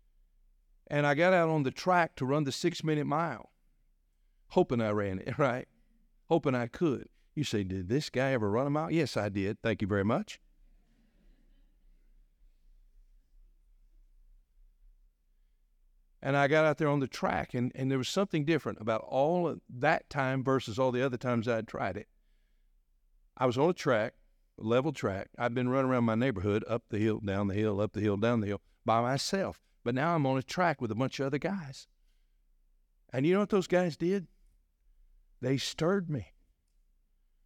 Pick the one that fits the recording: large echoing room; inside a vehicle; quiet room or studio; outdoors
large echoing room